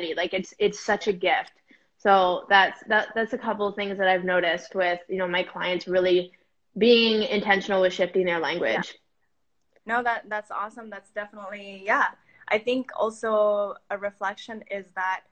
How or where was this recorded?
video call